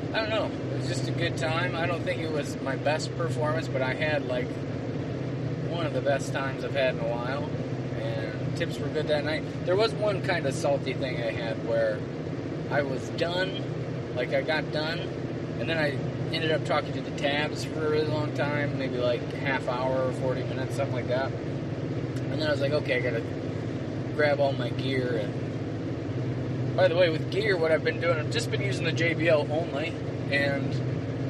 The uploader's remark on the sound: This ones a 2 part-er and both were recorded in the car, so the audio is not great. On the way to a show.